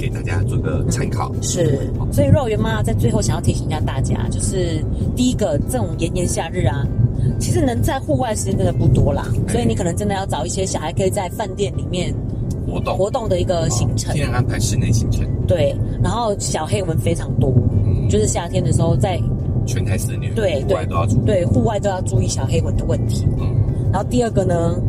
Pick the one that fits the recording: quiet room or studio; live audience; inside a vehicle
inside a vehicle